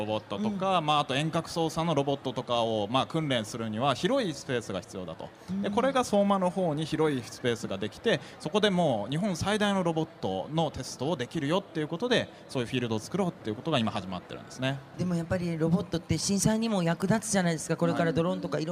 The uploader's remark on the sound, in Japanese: 東京の六本木ヒルズアリーナで開催された「福島フェス2016」にて行われたトークイベント